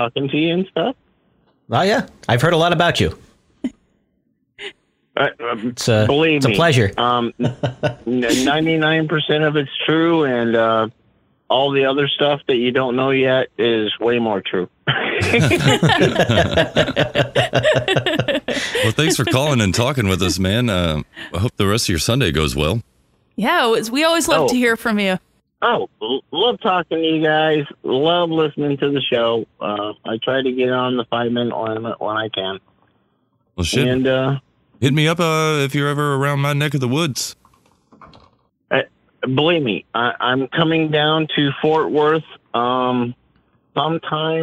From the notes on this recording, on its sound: Are live after No Agenda, they take your calls live for the 5 minute limit.